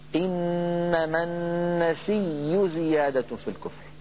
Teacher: النسيء أبدل هذه الهمزة ياء مضمومة وقبلها ياء ساكنة، فأدغم الياء الساكنة في الياء المتحركة بعدها، فصار النطق بياء مشددة مضمومة